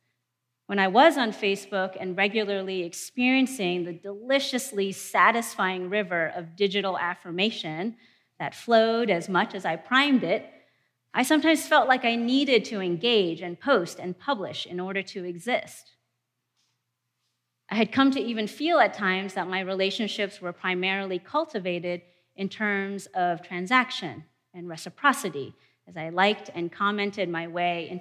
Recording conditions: live audience